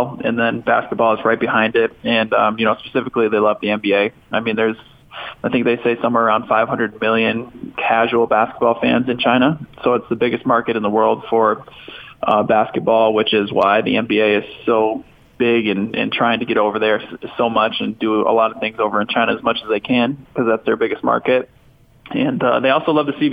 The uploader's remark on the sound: called in to the show